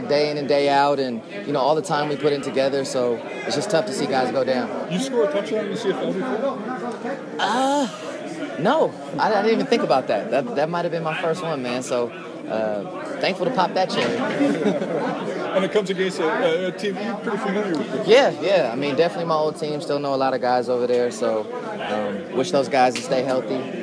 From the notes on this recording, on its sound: Post Game media scrum. After Edmonton's 23-21 win over Ottawa.